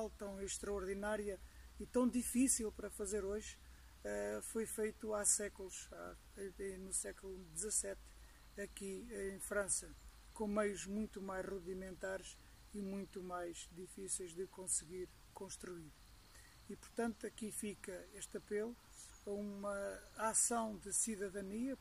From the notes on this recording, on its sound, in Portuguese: Uma crónica audiovisual, que gravou no meio da sua peregrinação de bicicleta pelo sul de França. A crónica foi gravada junto ao canal do Midi, caminho fluvial, de irrigação dos campos agrícolas e também uma grande ciclovia percorrida por milhares de ciclistas.